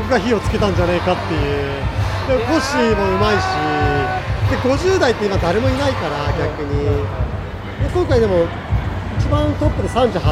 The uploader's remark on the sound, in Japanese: 屋外収録「マイナビ JapanCup 名古屋大会 - BMXフリースタイルの現場にて」